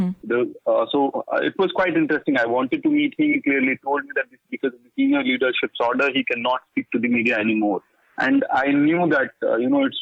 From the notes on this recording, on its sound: Who is currently in Karnataka covering the upcoming state elections, joins the panel over the phone.